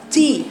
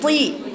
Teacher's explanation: التاء فيها هواء عشان كده انت قرأتيها تاء وليس الطاء لكن طي ما فيهاش هواء ابدا